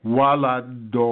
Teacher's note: Notice the dal is lengthened 4 to 6 beats